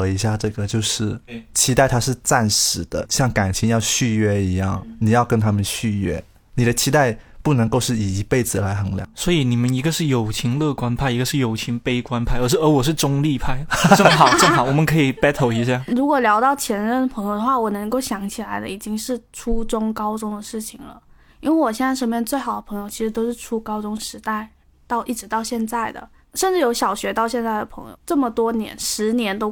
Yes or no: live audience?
no